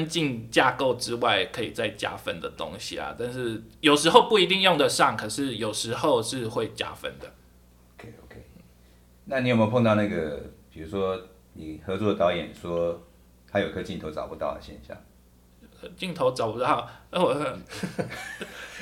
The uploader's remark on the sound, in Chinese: 現場錄音大亂鬥，人窮麥克風少，收音品質差強人意。